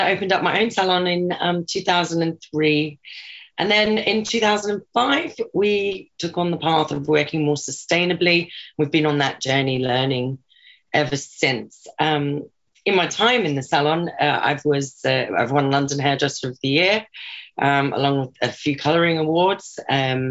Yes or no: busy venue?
no